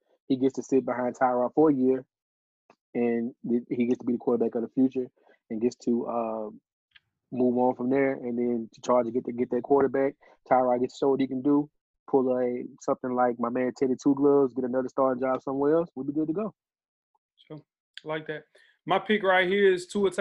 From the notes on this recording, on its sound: our first virtual episode of the quarantine